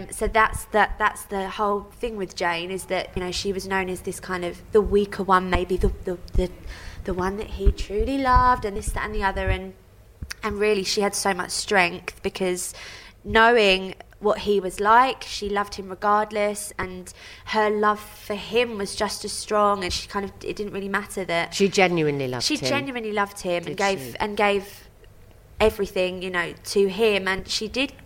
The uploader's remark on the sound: Backstage at the Magic At The Musicals. Talking to performers back stage at the Royal Albert Hall.